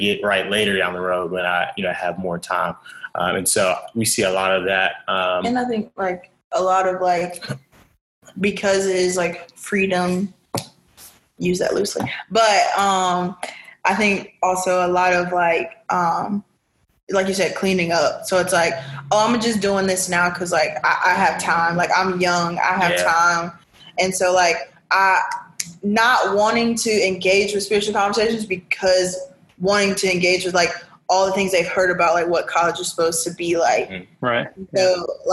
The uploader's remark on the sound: July's panel discussion, held via Zoom.